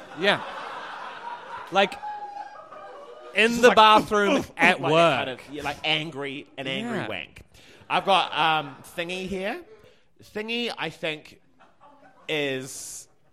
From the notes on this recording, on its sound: Fan Fiction (LIVE!). In front of a live sold out crowd.